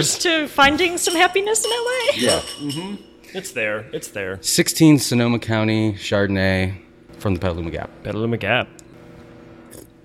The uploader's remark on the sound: They record the episode from the LA Wine Bar